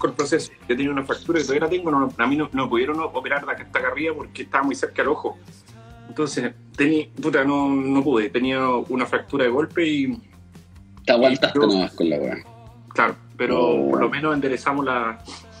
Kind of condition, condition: link, video call